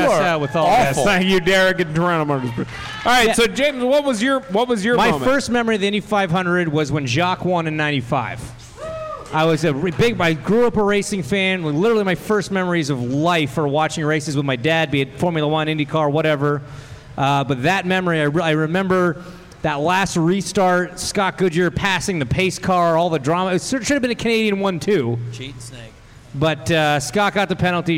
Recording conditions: live audience